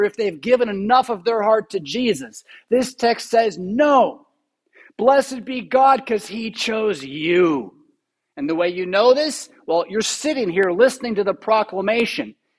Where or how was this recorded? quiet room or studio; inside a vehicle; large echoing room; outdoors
large echoing room